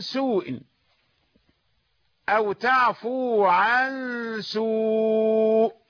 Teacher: فيه حرف المد واو متصلة بالهمزة في نفس الكلمة · Term: مد متصل